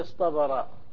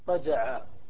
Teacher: فمثال الصاد: لو صغت افتعل من الصبر، وكنت تقول اصطبر اصطبر، وأصله اصطبر اصطبر، هذه صبر وتاء الافتعال اصطبر، ثم قلبنا تاء الافتعال طاء لأنها وقعت بعد حرف مطبق فقيل اصطبر.